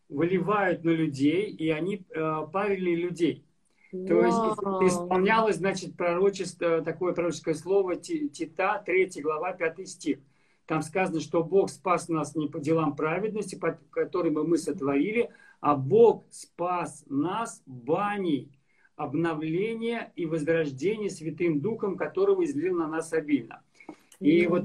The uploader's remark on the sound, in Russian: Запись второй части прямого эфира из инстаграма